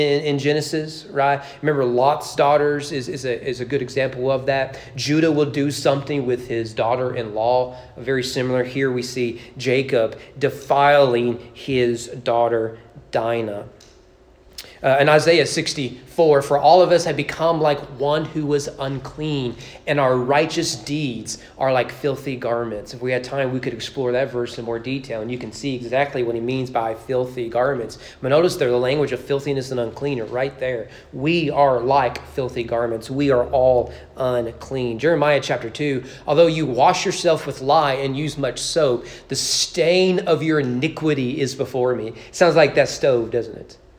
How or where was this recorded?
large echoing room